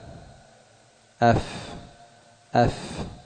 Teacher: والذي يخرج من بطن الشفة السفلى مع أطراف الثنايا العليا، الثنايا العليا مع بطن الشفة السفلى، الفاء